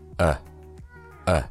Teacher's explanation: 在美音中需要你的嘴巴完全放松，下巴自然垂放，振动声带发出来一个呃呃这样的音